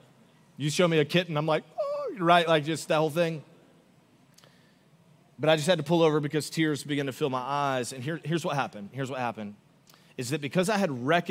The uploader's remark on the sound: Augustine, Florida. Recorded live on December 3, 2023 at Church On The Rock.